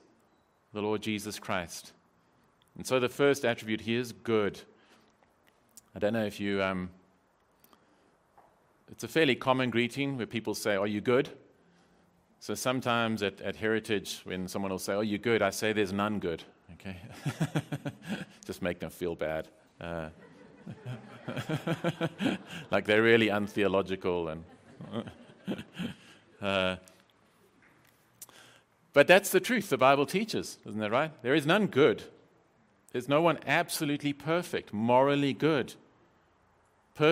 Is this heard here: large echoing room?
yes